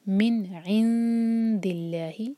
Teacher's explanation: عین کے بعد جو نون ہے وہاں ٹائم دیں گے، اور نون کی آواز کو چھپائیں گے اور دال کی لیے زبان تیار کریں گے